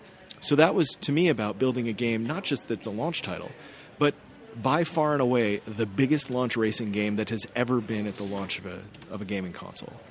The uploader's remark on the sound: This week we bring you a special episode of the Hooniverse podcast live from the XBox One launch party in Hollywood